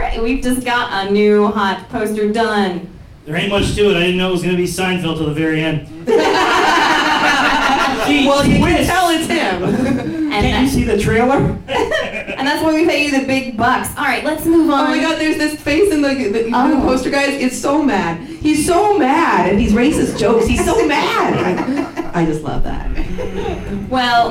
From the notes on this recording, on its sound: In this raucous live recording contestants pitch a comedic slasher movie.